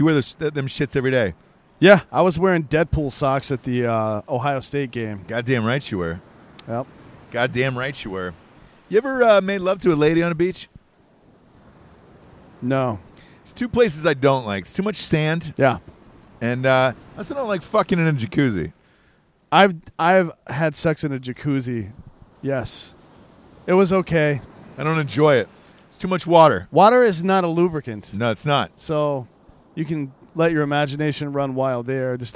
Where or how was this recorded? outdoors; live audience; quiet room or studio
outdoors